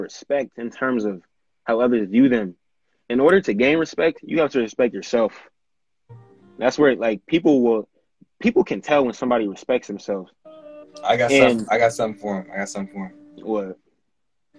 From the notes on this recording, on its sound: hopped on Instagram live